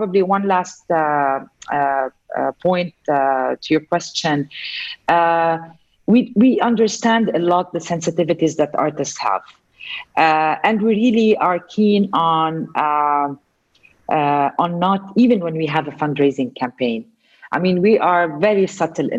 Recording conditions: video call